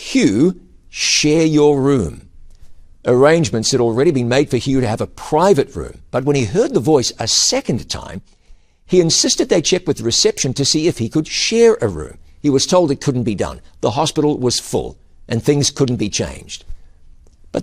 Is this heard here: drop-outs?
no